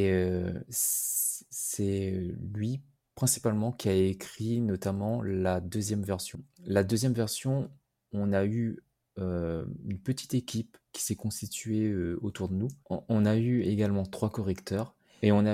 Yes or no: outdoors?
no